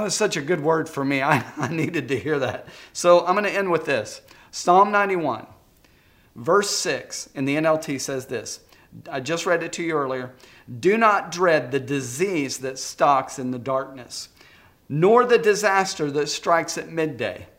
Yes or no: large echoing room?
yes